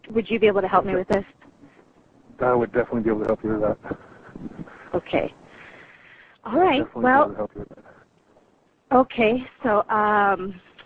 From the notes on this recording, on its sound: Prank Phone Calls